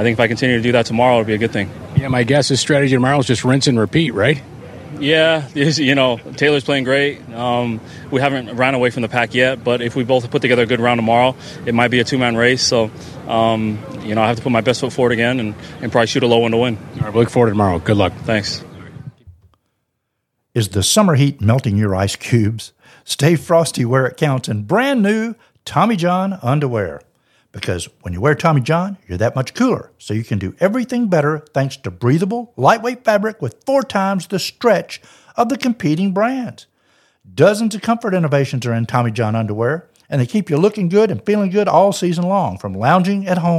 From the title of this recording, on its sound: "LIVE" INTERVIEWS FROM THE ROCKET MORTGAGE CLASSIC